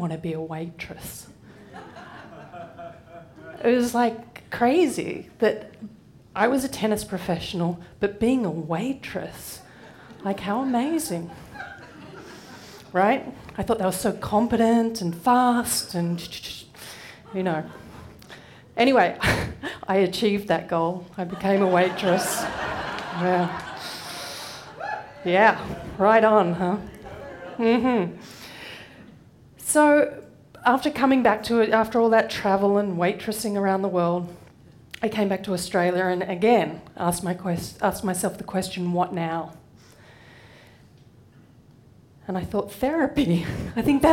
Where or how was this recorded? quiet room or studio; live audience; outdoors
live audience